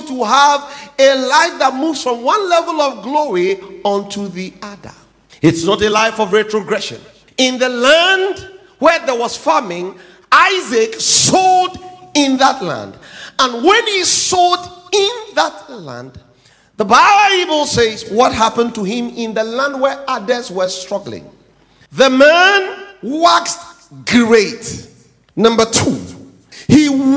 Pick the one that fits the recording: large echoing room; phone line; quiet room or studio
large echoing room